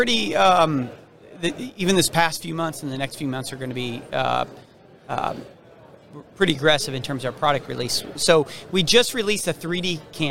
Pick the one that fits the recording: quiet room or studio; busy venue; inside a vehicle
busy venue